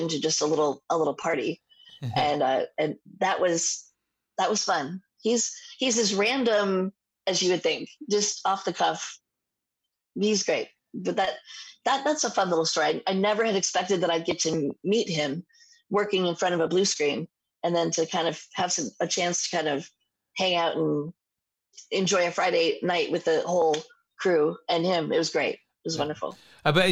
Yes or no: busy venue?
no